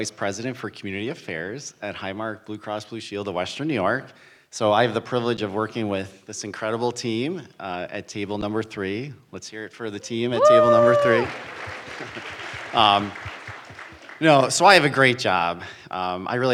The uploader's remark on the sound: LIVE from the 2023 Say Yes Forever Fall Breakfast. For our first ever live podcast. At our annual Say Yes Forever Fall Breakfast.